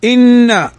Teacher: نون مشددة تغن بمقدار حركتين